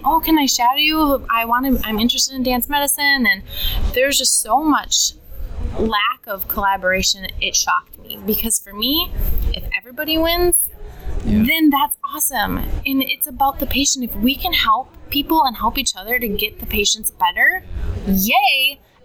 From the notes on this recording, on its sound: while attending Smart Success PT Live in Clearwater Beach, Florida during Memorial Day weekend 2018